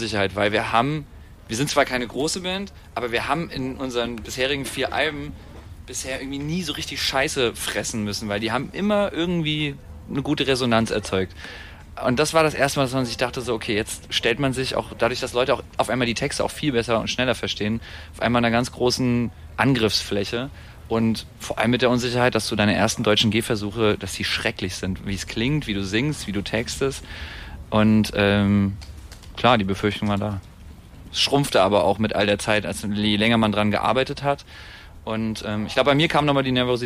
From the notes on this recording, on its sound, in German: Auf dem Green Juice-Festival 2019. Backstage beim Green Juice, aufgezeichnet auf einem merkwürdigen Stein-Sofa-Kunstwerk.